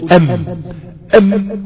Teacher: الصوت لا يجري مع الجزء الشفوي في حرف الميم